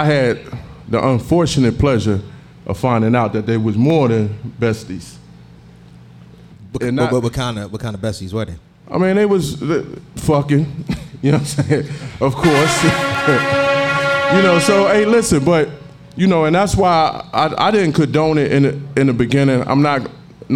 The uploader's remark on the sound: Live from Krush Lounge in Philadelphia PA!